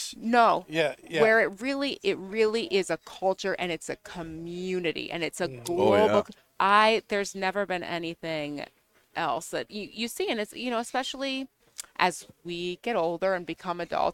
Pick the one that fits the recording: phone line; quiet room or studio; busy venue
busy venue